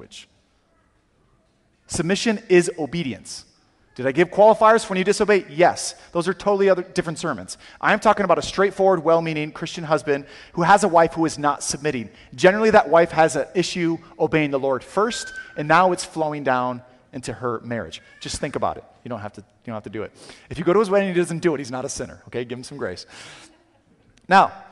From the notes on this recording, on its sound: Sermon audio from CityGate Church